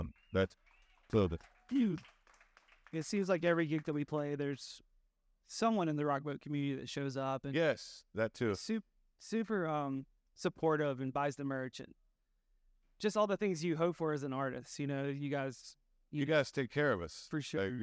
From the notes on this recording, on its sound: Recorded live from “Bar City” on Rock Boat XXIII.